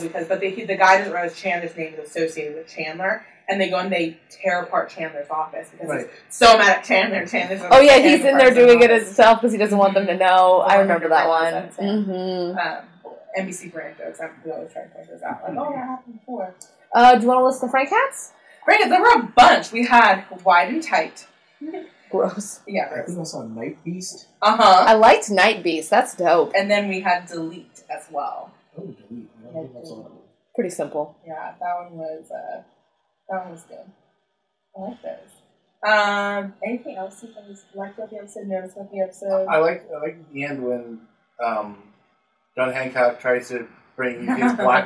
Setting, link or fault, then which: fault, poor microphone